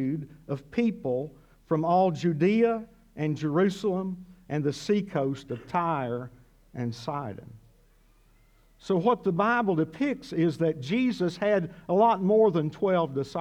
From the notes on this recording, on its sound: This sermon was originally preached at CCC